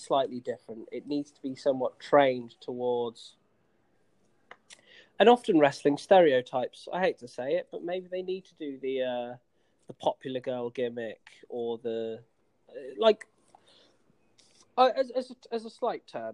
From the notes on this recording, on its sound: Oh dear, it’s the first ever Skype-call NXT generation podcast.